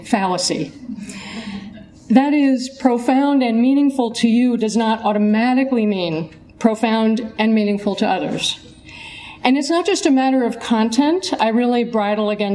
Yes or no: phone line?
no